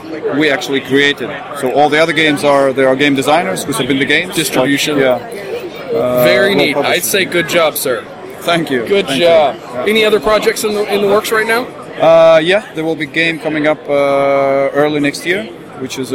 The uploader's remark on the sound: Live from GenCon 2016!